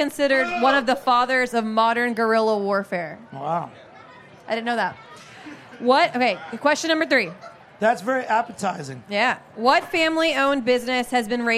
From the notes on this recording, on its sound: For our final broadcast from Charleston Wine + Food. We bring up two audience members.